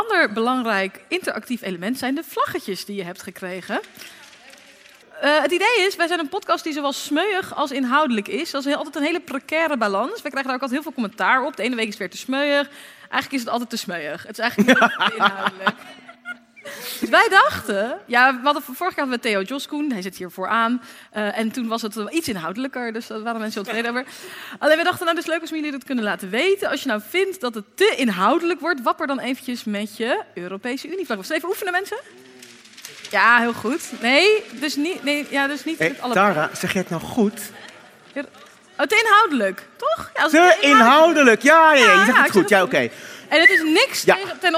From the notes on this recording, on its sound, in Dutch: De vijftiende aflevering van ROPOPO werd vrijdag 30 september opgenomen in Arminius mét publiek.